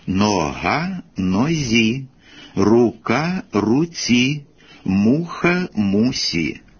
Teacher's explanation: Задньоязикові приголосні «ГКХ» перед «і» закономірно переходять в «ЗЦС». · Term: чергування приголосних